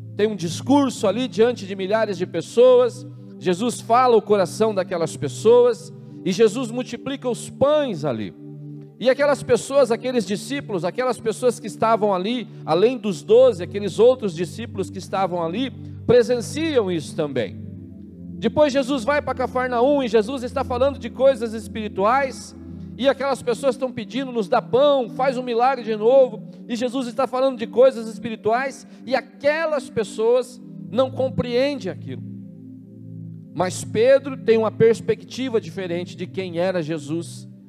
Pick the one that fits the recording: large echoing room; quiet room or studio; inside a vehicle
large echoing room